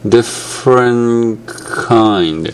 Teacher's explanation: T と K が背中合わせになってると楽なのはもう T で捕まえたまんま K まで、うん、捕まえっぱなしで、行くのが楽ですよね。